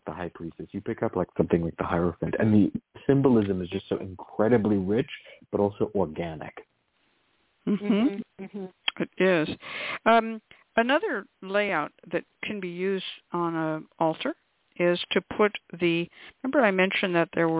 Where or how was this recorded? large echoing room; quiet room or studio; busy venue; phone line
phone line